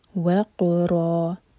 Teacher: قاف پر قلقلہ اور را ہیوی اور دو حرکہ لمبا